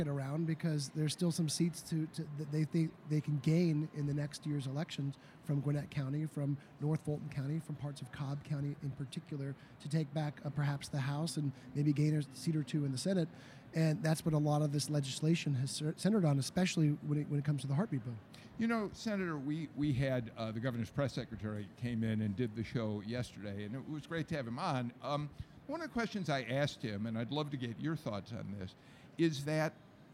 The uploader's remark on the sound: Live From The Capitol On Sine Die